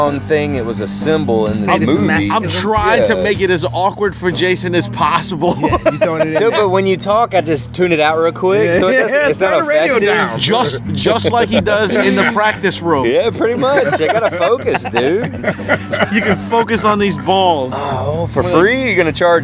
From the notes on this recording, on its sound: record a live remote outside of the Babylon Sports Bar